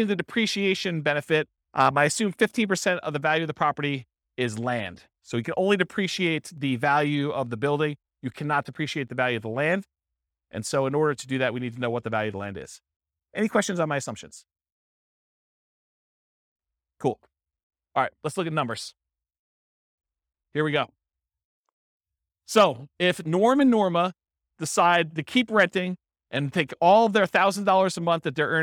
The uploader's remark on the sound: This was a live class recorded